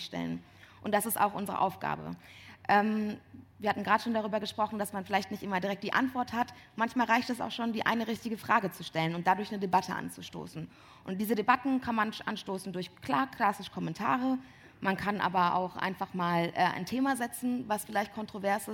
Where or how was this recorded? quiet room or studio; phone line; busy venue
busy venue